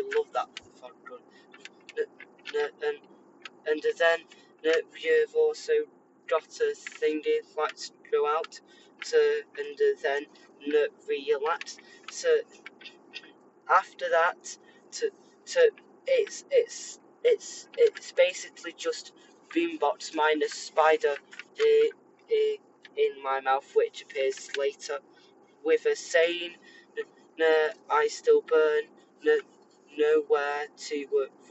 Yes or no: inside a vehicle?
yes